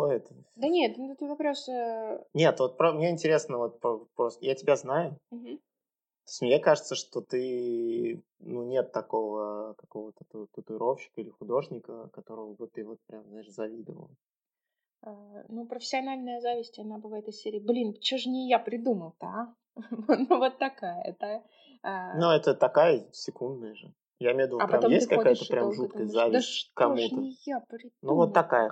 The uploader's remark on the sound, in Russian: Про звук - мы только начинаем, поэтому пока так, а там как пойдет.